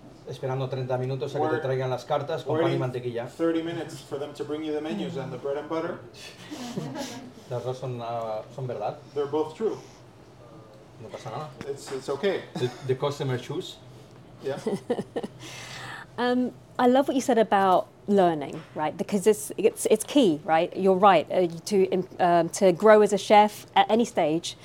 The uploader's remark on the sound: recorded a live Q&A